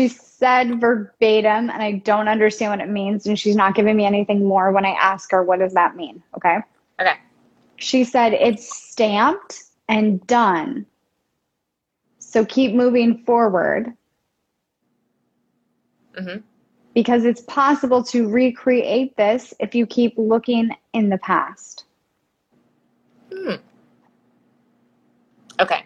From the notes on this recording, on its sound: during an Instagram Live